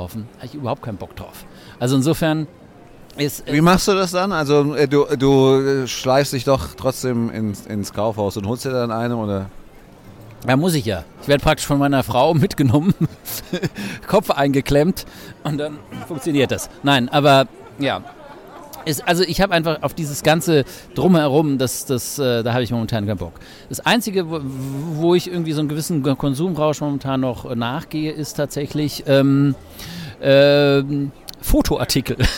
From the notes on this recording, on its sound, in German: Live vom Weihnachtsmarkt